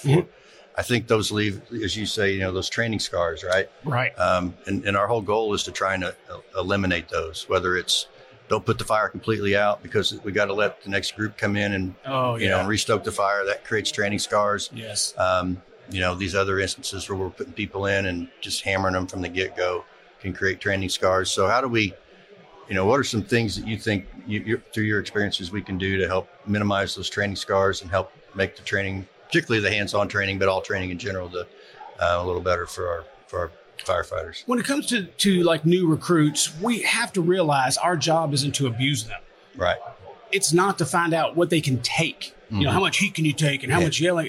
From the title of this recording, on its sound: Live at FDIC